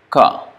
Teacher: Ka. You see the back of the tongue or the middle of the tongue is touching the soft palate · Term: kanthya